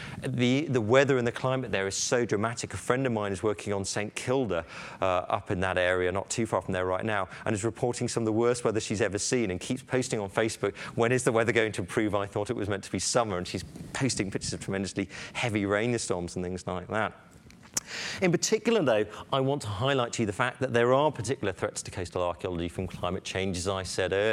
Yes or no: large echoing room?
yes